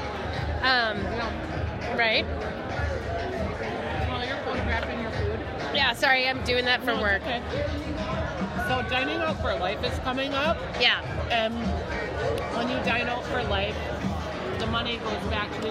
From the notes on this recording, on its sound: The ladies hang out at Surly Brewing